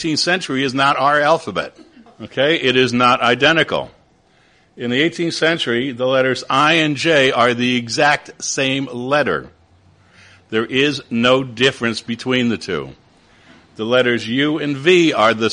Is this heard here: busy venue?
yes